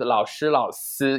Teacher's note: we don't really make an effort to make this distinction between zhi chi shi and zi chi si